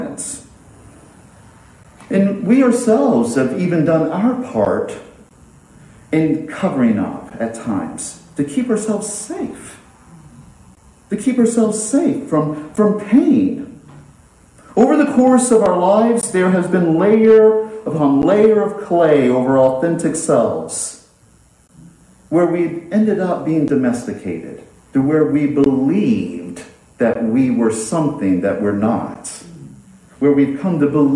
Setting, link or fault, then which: setting, large echoing room